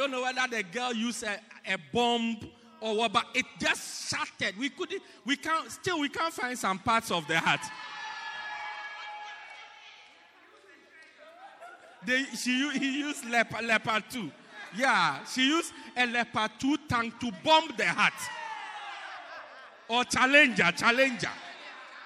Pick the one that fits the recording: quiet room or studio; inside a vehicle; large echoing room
large echoing room